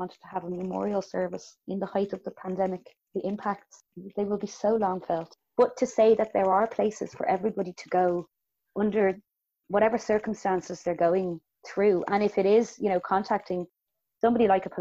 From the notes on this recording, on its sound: Recorded remotely 2020.